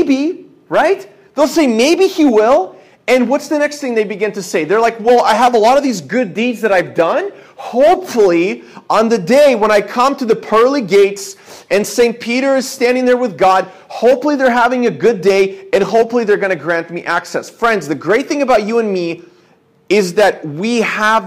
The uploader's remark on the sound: This is a sermon I preached at my church